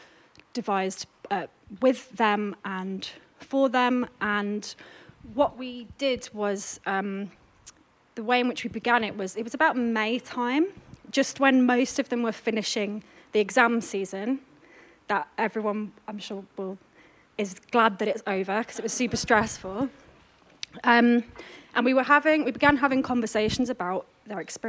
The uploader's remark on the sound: This is a live recording of a community conversation held at The GAP at the begining of October 2022. For this event we invited members of our communities, and participants on the programme, to gather together.